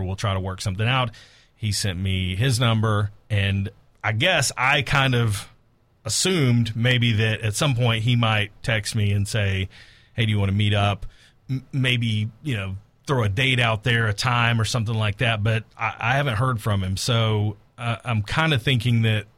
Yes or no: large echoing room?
no